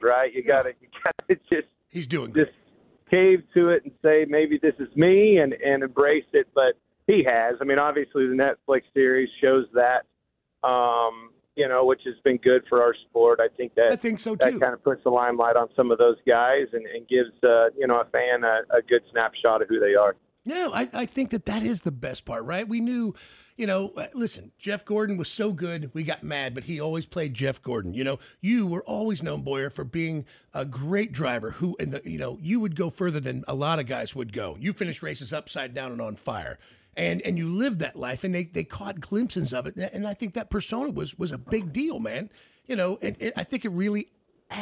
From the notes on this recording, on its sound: on the phone!